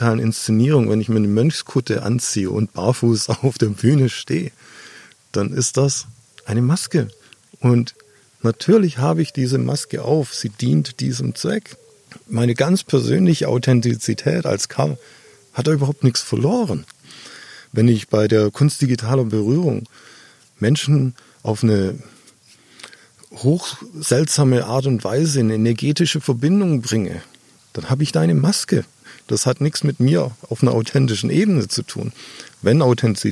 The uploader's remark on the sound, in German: Draußen im schönen Garten irgendwo in Brandenburg